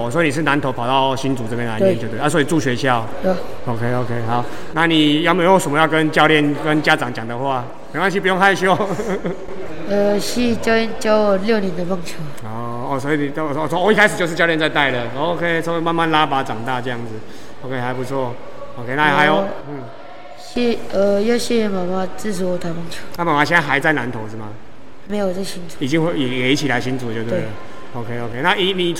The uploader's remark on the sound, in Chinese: 本次錄音為開放空間，音質不佳或偶有雜訊，敬請見諒。